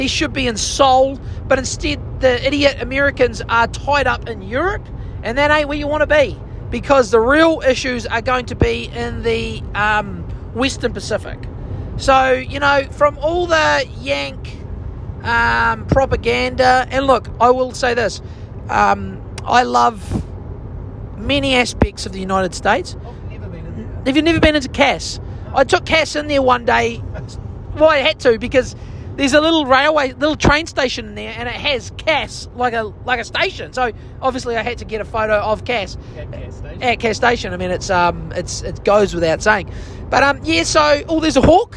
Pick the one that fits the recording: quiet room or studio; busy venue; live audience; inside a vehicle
inside a vehicle